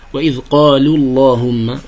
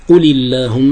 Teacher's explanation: وإذ قالوا اللهم فتغلظ، قل اللهم فترقق، الأول مسبوق بضمة وهذا مسبوق بكسرة